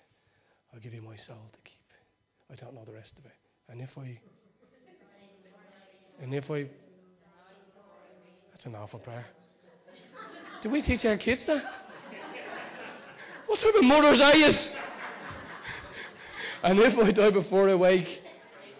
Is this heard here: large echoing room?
yes